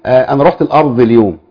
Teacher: يبدلون الضاد بالضاء في كلامهم · Term: إبدال الضاد بالضاء